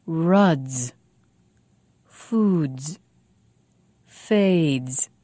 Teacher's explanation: When we add the S ending, we'll say the ending with a voice also. We'll say Z.